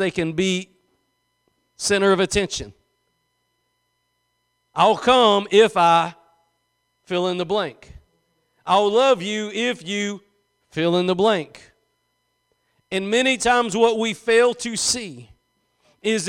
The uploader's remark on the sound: Preached at Gospel Lighthouse in Bossier City, La.